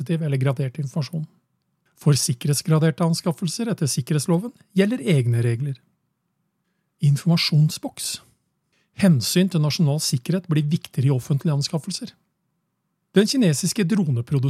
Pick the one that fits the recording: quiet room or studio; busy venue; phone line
quiet room or studio